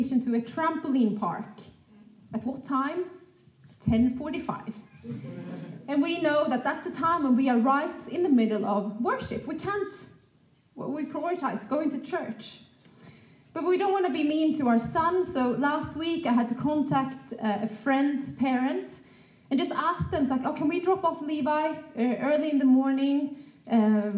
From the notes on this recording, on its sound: This message was recorded live at our Malmö Gathering.